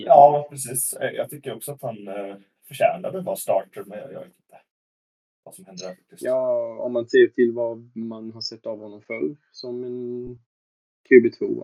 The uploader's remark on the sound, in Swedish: Ljudkvalitén blev tyvärr inte den bästa